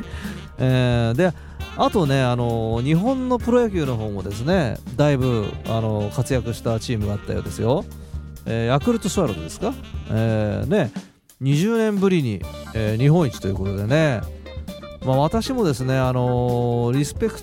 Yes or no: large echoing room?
no